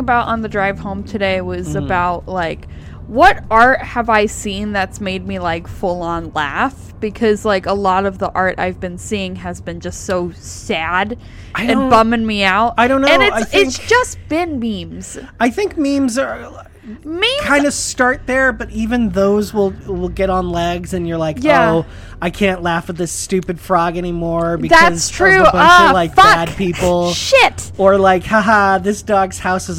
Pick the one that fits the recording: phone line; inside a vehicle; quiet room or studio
inside a vehicle